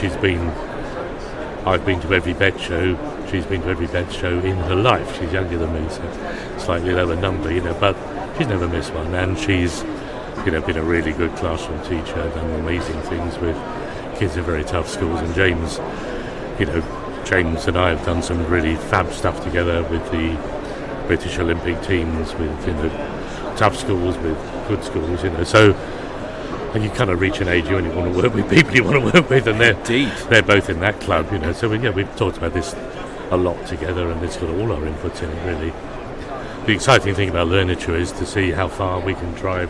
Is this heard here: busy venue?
yes